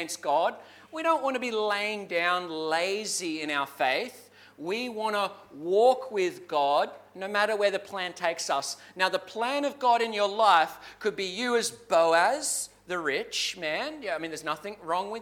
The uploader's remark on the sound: Clarence Valley Community Church. This sermon was preached at South Grafton and Maclean.